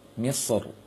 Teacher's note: ketika wakaf ada kata Misr, lebih utama dibaca tafkhim, tebal Misr, namun boleh tipis. Di sini boleh tebal, boleh tipis, namun akan tetapi lebih utama dibaca tafkhim ketika waqafnya.